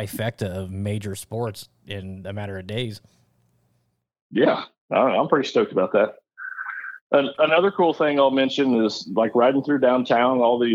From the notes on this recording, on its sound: Live from The US Open. Hopped on a call. He was on site.